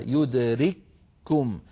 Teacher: جواب الشرط أينما تكونوا يدرككم جواب الشرط مجزوم وعلامة جزمه السكون فلما سكنت الكاف الأولى وبعدها كاف ثانية متحركة يدرككم دخلت الكاف الأولى في الكاف الثانية فصارت كافا واحدة مشددة